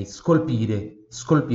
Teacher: é só o soprinho mesmo do S